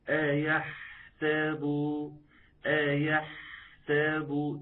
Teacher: فيها رخاوة، يبقى عاوز أطلع الرخاوة بتاعتها. فيها جريان نفس، عاوز أطلع جريان النفس بتاعها · Term: الحاء